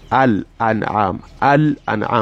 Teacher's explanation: you pronounce the Lamun, yani you pronounce it with Idhar. Now you pronounce it manifestly. So Lamul Qamariya are pronounced with Idhar.